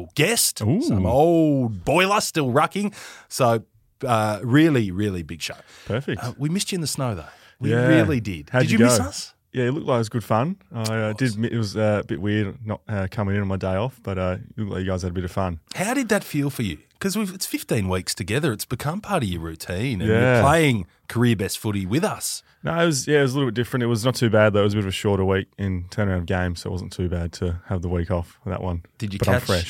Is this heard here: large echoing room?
no